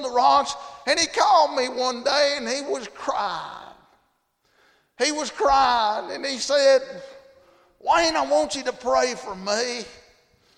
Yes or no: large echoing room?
yes